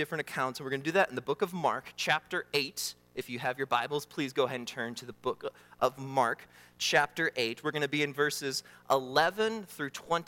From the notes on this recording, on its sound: during the Morning Worship Service on Sunday, February 18, 2024, at Calvary Baptist Church in Battle Creek, Michigan